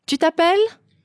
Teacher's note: intonation goes up at the end of the question